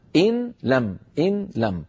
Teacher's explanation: إن لم، إن لم، إن آخرها نون ساكنة ولم أولها لام، ونحن نعلم أن النون الساكنة تدغم في اللام · Term: الإدغام